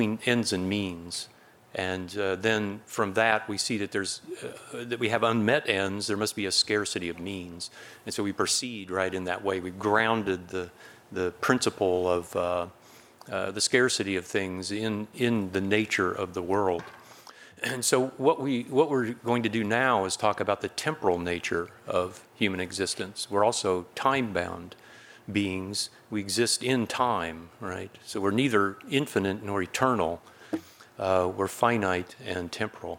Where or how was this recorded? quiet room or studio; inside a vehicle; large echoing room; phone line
large echoing room